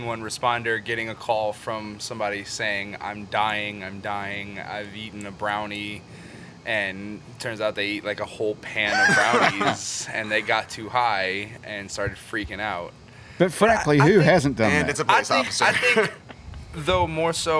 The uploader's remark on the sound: Now thousands of people are crammed into the club while our small crew gets to hang out in the sunny outdoors in the courtyard.